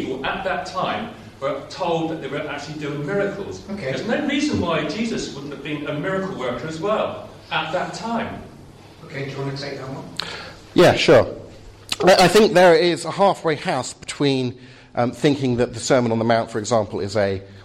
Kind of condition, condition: setting, live audience